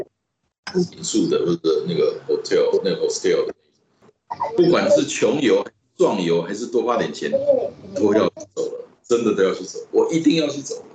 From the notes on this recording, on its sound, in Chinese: 本集於住宿公共空間進行錄音，故會出現些許背景音，若影響收聽品質請見諒!